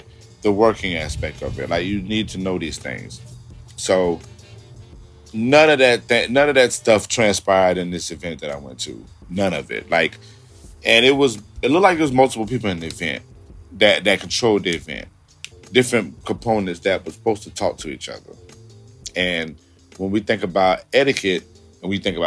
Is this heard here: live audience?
no